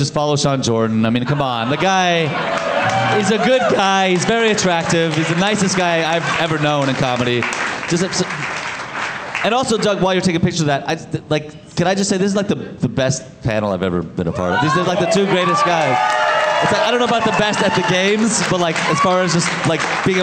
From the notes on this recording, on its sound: Live from the Tacoma Comedy Club